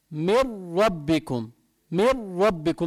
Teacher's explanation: قلنا معناته هم من طبعه بيتكرر، فما بده الإنسان يقول من ربكم، من ربكم، يطلع معه عدة راءات، لا، بده يطلع معه بس لسانه بيضرب بسقف حلقه مرة واحدة بس، من ربكم، من ربكم، مع إظهار الشد، من ربكم.